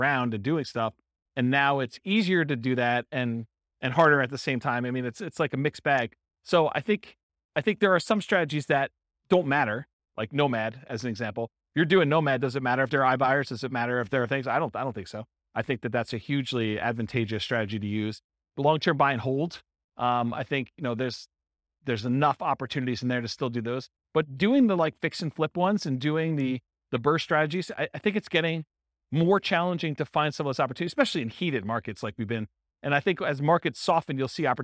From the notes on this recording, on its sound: In Fullerton, California. This was a live class recorded.